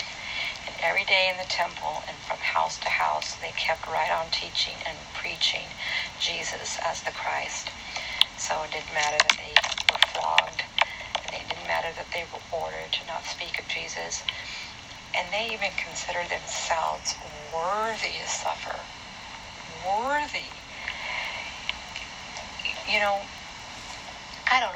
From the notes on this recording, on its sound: It’s not a very good recording